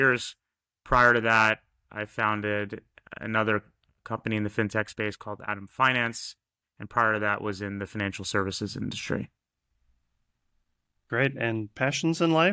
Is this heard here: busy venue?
no